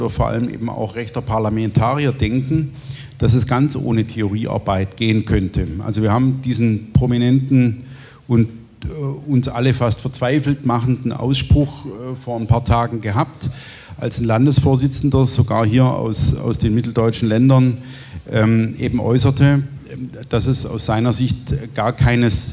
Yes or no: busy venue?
yes